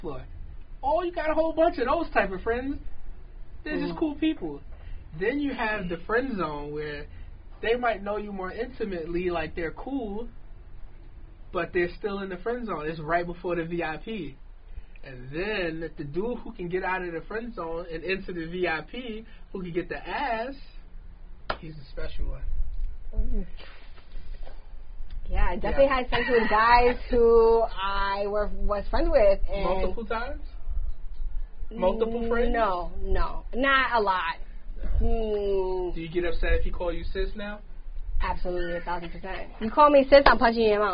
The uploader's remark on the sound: It was like some extra after the show show shit a lil behind the scene lol excuse the sound quality this was before the equipment upgrade.